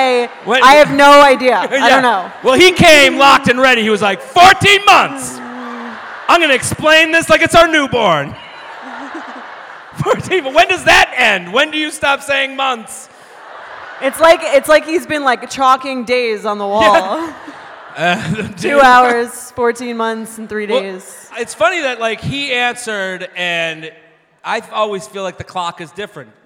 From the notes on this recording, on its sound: Live At Sixth & I. Recorded live at Sixth And I in Washington, DC.